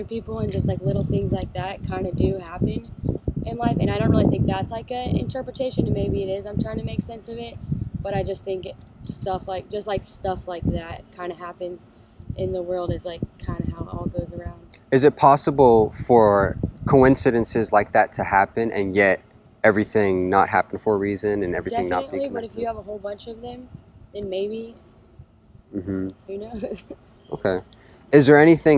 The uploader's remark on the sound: I apologize for some of the wind noise. I recently bought a wind cover for my camera that I think should solve the problem.